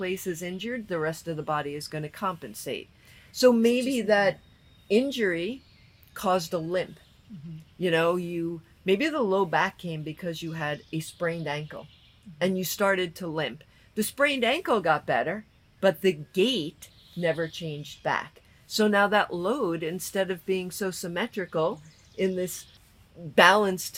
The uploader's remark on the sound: This episode is the first time since the end of Season 2 that the two hosts recorded from the same place. Backyard gazebo to a natural soundtrack of a variety of chirping birds.